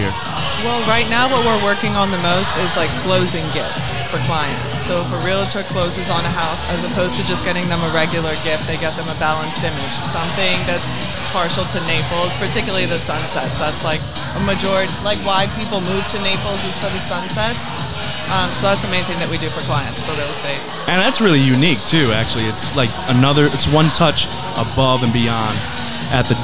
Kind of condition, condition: setting, busy venue